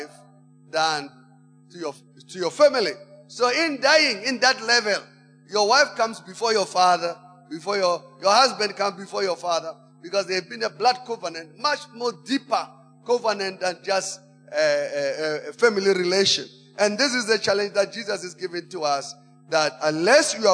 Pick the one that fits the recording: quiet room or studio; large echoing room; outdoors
large echoing room